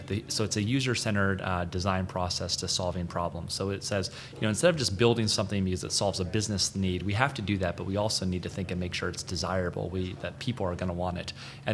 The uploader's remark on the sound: Live From Agile Midwest